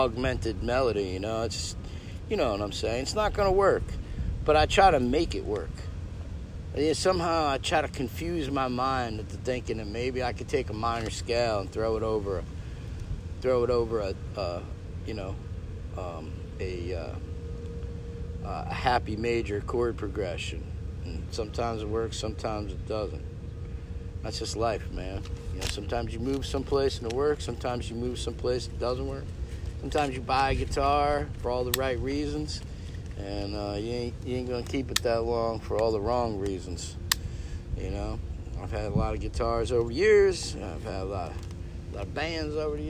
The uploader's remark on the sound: We are live from the French quarter New Orleans